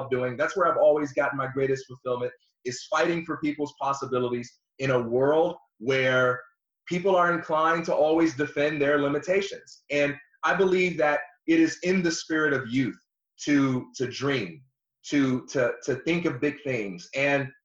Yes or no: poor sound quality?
yes